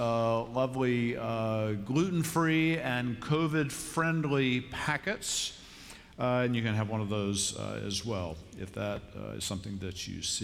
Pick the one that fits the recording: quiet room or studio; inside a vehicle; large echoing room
large echoing room